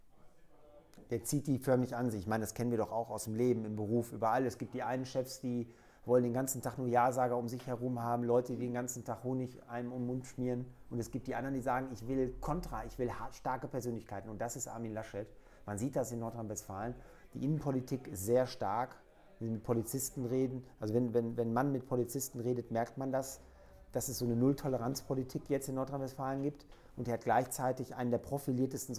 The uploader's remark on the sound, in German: Folge von "kommunal konkret" wurde erstmals als Livetalk mit Publikum in der Gaststätte Lerchs aufgezeichnet.